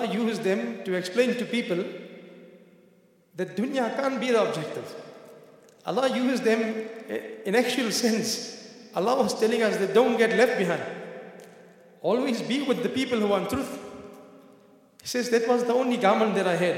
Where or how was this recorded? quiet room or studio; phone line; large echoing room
large echoing room